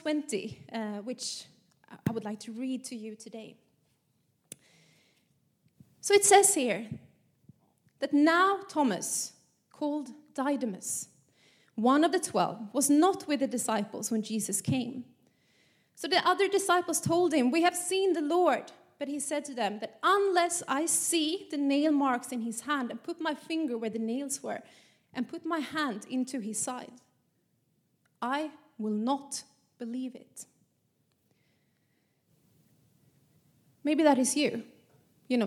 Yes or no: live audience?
yes